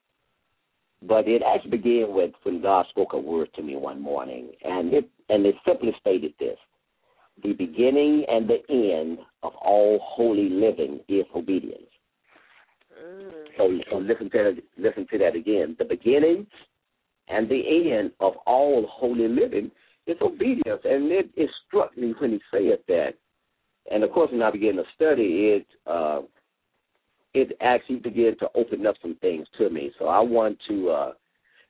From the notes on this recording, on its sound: LML uses a progressive live call in format.